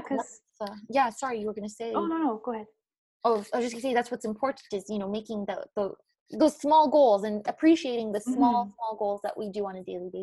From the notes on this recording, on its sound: This season is recorded online during quarantine as we are practicing social distancing.